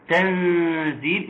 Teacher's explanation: تنزيل، النون إخفاء مع غنة حركتين